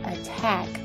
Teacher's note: t 虽然夹在两个元音之间，但 t 所在的音节 tack 在重音上，所以这个词仍然读 attack